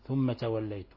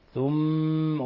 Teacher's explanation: ثم حرف غن مشدد، لابد من الكز على الميم، ولابد من غن من الخشوم · Shown in: second take